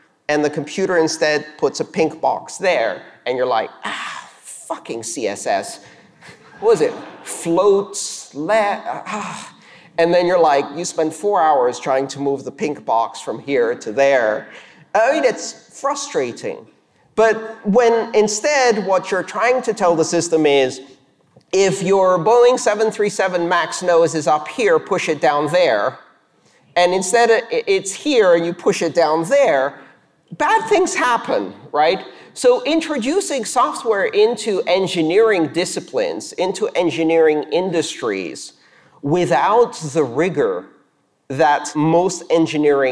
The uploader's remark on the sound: This talk was delivered on December 12th, 2019 for the La Bit Conf Latin American Bitcoin and Blockchain conference in Montevideo, Uruguay.